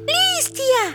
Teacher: звук «т» мягкий, а буква «я» обозначает звуки «й» и «а»